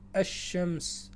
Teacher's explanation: اللام الثانية التي يجب إدغامها تسمى شمسية، وذلك لإدغامها بالشين عند النطق بلفظ الشمس